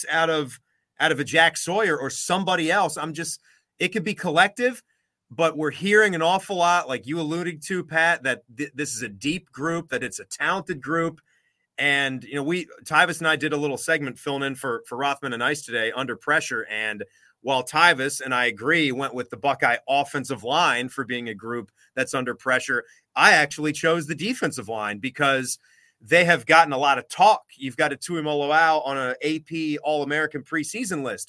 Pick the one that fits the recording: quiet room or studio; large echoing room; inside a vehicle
quiet room or studio